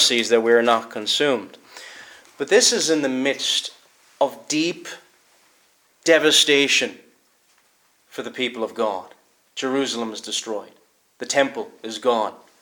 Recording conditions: large echoing room